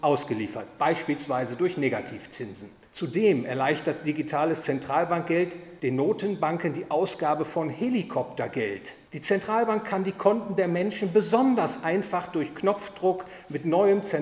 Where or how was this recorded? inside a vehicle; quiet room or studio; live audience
live audience